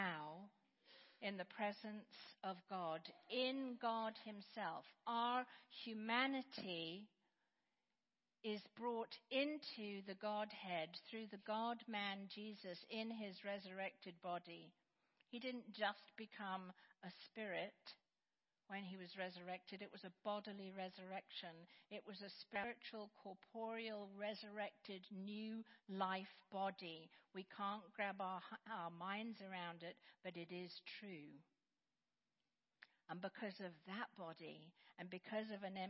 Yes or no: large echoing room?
yes